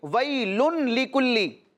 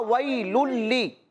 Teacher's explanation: اور لام بھی حروف یرملون میں سے، اور یہاں بھی ہم نے ادغام کرنا ہے، یعنی تنوین کو لام کے ساتھ ملانا ہے لیکن غنہ نہیں کرنا · Shown in: second take